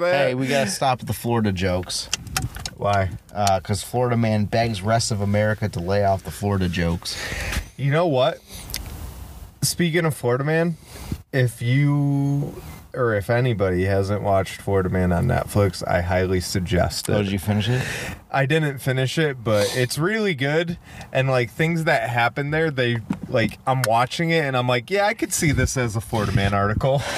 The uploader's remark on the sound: This episode was recorded at Cheshire Lake in the car.